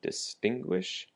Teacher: Distinguish has the emphasis also on the second syllable.